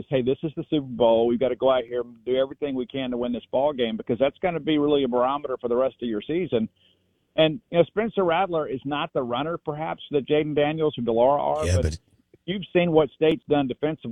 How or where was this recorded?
phone line